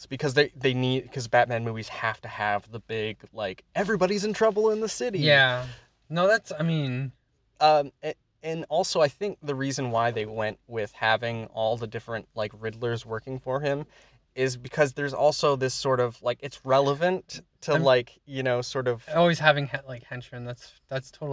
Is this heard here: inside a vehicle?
yes